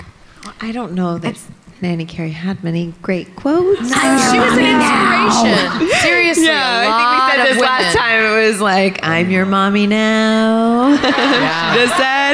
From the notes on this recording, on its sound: wrap up their road trip with a Q&A live from Philly!